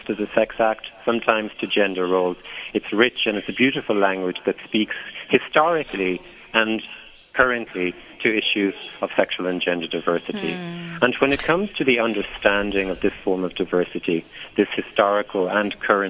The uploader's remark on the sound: Guest (phone).